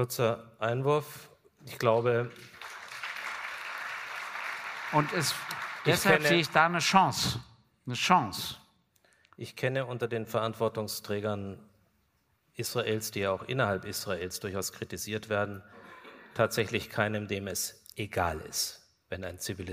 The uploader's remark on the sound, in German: GGG Live aus Kulmbach Teil I